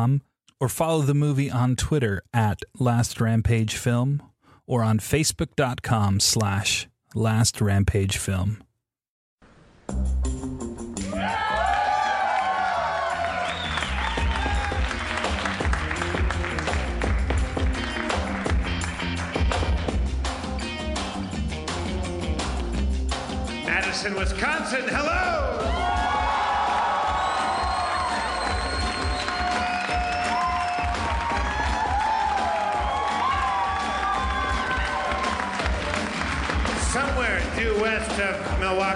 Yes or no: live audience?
yes